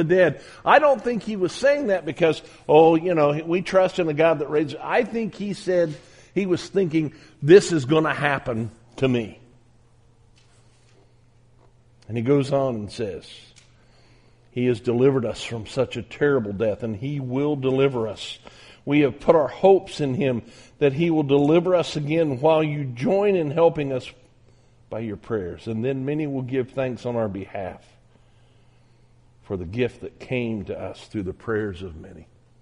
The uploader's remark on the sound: on January 10, 2021 at the Southwest Church of Christ in Omaha, Nebraska